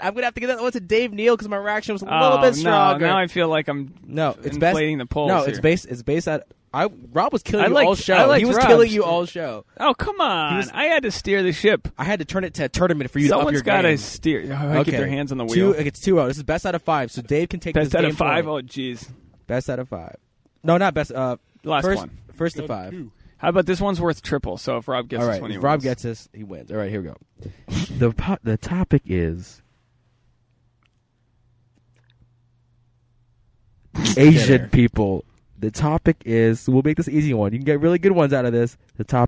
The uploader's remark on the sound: This episode was recorded LIVE from a yard sale.